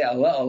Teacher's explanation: we would say a little there, and we use a glottal stop